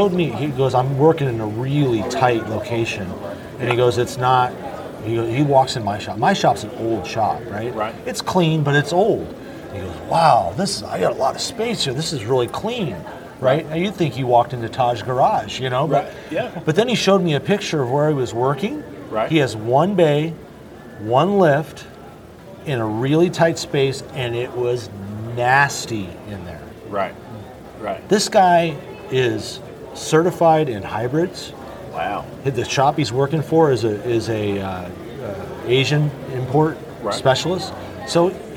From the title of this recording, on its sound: ASOG Podcast LIVE - Ratchet & Wrench Management Conference 2021